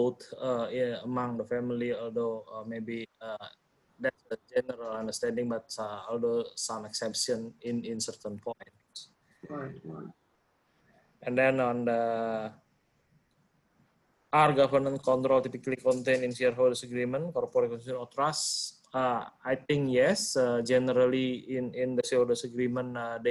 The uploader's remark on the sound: Webinar audio recording dated 2 Sep 2020.